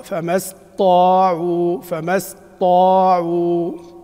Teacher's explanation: وهي قراءة حمزة في سورة الكهف، فما استطاعوا بتشديد الطاء، فما استطاعوا أن يظهروه، اللي هو قبلها فما، فيشدد الطاء، فما استطاعوا.